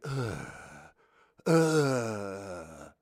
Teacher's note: if pirates were from the, let's say, southeast England, they wouldn't say R.